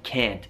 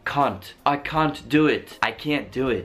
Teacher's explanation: Allora, prima ci sono differenze nei vocali, tipo la parola can't io dico can't con la mia A molto pronunciata A come una E quasi · Shown in: first take · quindi can't, mentre loro direbbero can't, I can't do it, I can't do it.